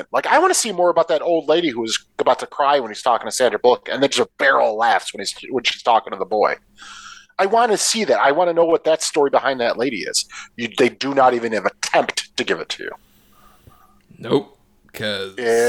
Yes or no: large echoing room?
no